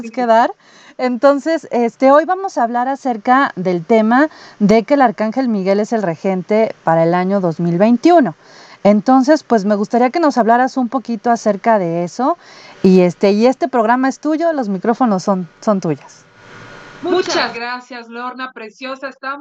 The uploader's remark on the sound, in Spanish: a través de Skype